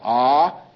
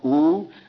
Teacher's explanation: When you pronounce Om, it starts in the back of the mouth, ah, and then the sound mass fills the mouth, ooh, and then it closes at the lips, mm.